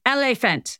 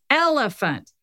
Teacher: it's elephant for a native English speaker because I'm stressing that first syllable · Shown in: second take